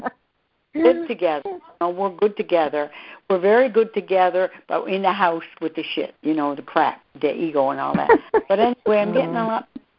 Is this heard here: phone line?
yes